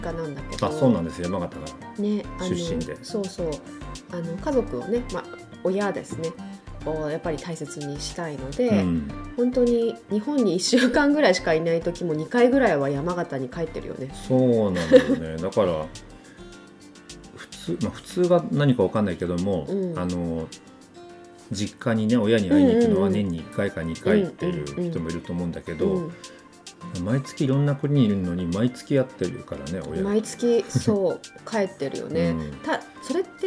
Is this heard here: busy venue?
no